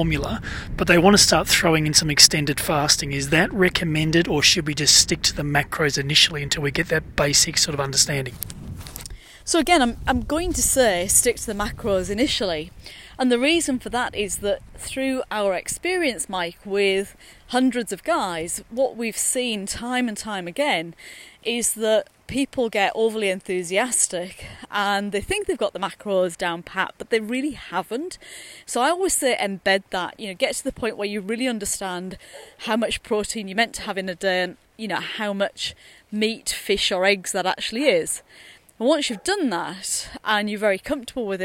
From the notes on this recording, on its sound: recorded during daily walks